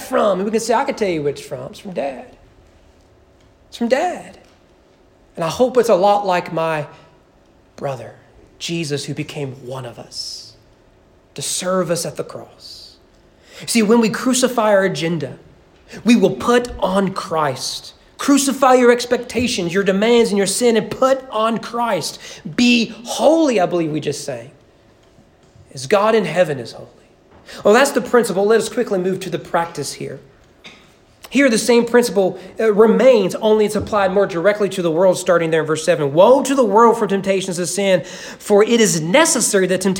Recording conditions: large echoing room